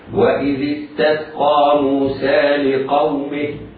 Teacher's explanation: وإذ استسقى موسى لقومه فقلنا، لقومه فقلنا، مد طبيعي بمقدار حركتين. ولكن إذا وقفنا على كلمة لقومه فإننا نقف بسكون الهاء ونحذف ياء الصلة